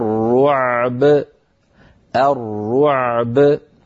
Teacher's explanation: مثلا عندنا كلمة الرعب، سألقي في قلوب الذين كفروا الرعب، لو ضاق نفس الإنسان وأراد أن يقف عليها يقول سألقي في قلوب الذين كفروا الرعب الرعب، فيسكن العين ويخرجها من مخرجها ويعطيها حقها من البينية، ثم يأتي بباء ساكنة مقلقلة دون أن يؤثر ذلك على صوت العين. هكذا مرة ثانية، سألقي في قلوب الذين كفروا الرعب، هكذا يعني من غير أن يؤثر حرف على آخر.